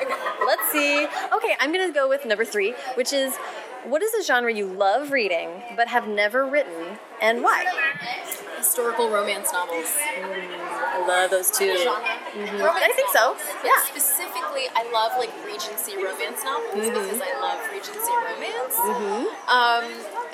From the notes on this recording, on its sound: Lightning round questions with some of the fantastic authors I came across at the annual Los Angeles Times Festival of Books